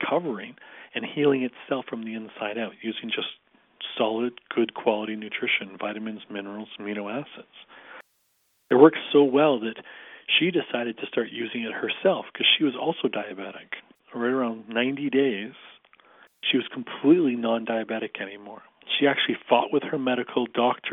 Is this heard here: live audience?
no